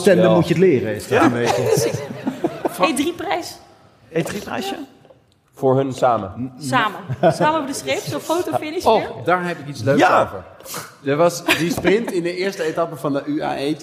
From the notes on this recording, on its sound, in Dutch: Bij hoge uitzondering kwamen uw favoriete bankzitters van de bank om zich te verplaatsen naar Tivoli Vredenburg. Live opgenomen met velen van jullie in aanwezigheid. En met natjes biertjes tijdens en na.